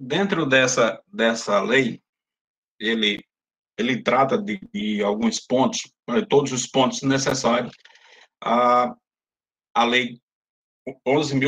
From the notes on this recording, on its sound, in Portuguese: Audiência Pública Virtual. As Sessões da Câmara Municipal de São Bento Paraíba.